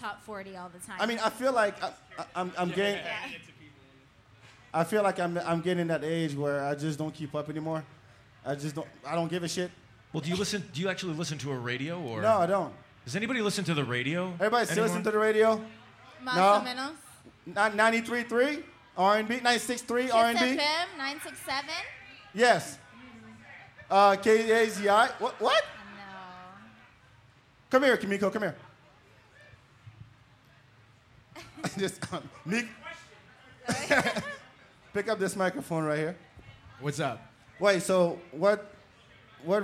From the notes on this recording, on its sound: We recorded this show live at the Bak 2 Bak Podcast & Party at Empire Control Room. We recorded this show live at the Bak 2 Bak Podcast & Party at Empire Control Room.